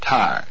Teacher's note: The pitch falls on this word.